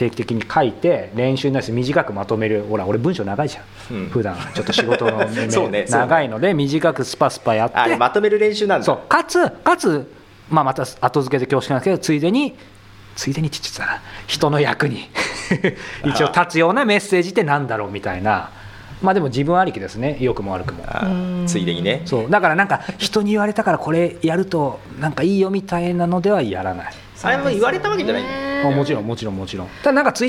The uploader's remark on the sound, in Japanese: 初の公開収録